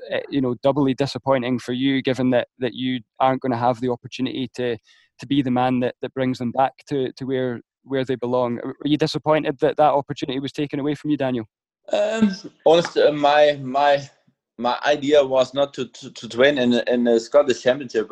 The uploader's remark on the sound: we caught up over Zoom to talk it all through